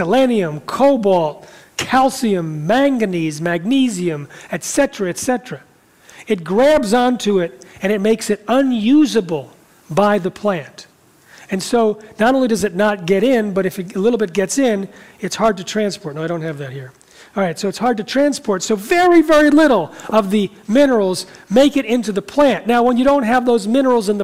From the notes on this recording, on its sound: talks in front of a live audience